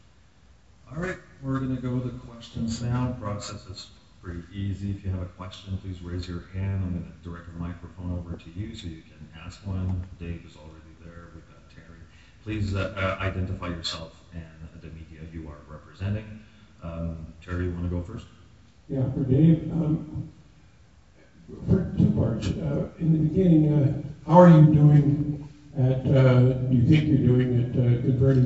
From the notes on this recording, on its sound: Coaches' Press Conference (Day 1, Grey Cup Week). Audio from the first press conference.